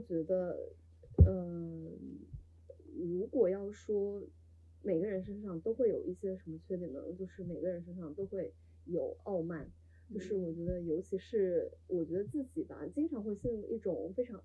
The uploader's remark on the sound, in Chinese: 由于开录之前喝了一点酒，本期节目有尖叫、大笑以及录音失误带来的叽里咕噜。中间有尖叫记得调小音量。